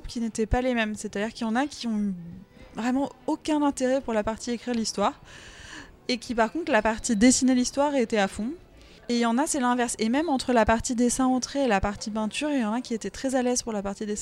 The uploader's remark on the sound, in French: Aux Archives de Corse. Un échange enregistré lors de l'édition 2023 du festival BD à Bastia.